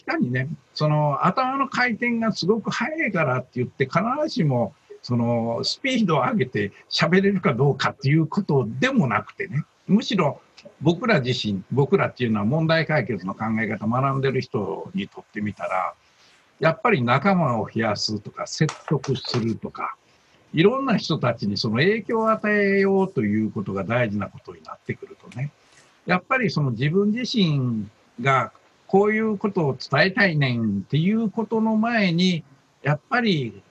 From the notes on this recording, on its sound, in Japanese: 今回は、なんと初のZOOM収録を4月21日に行いました。